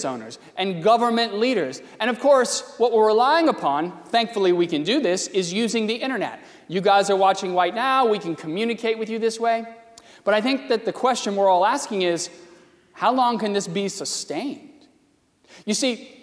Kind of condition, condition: setting, large echoing room